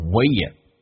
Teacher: weigh 跟 it 还可以有个连音就是元音跟元音之间的连音不是加 we 就是加 ye 那这边加个 ye